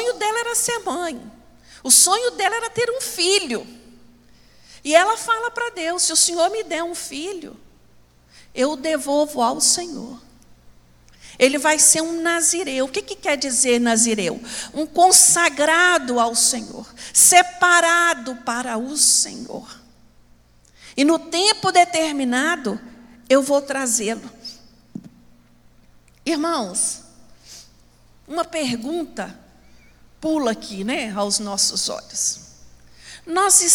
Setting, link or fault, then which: setting, large echoing room